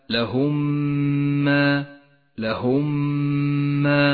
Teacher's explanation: الميم الأولى ساكنة والثانية متحركة تدغمان مع بعضهما فتصيران ميما واحدة مشددة · Term: الإدغام الشفوي